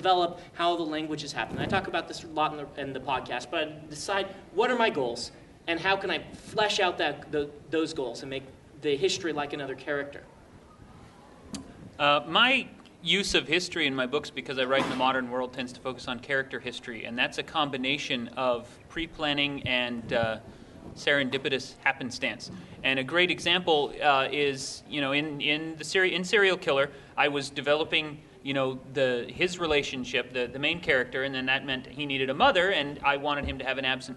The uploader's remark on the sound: Episode from WorldCon 67. We take questions from the audience, and then answer them.